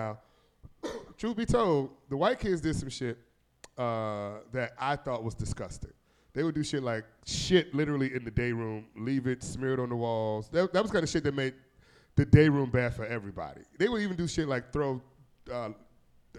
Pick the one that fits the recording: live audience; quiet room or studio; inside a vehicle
live audience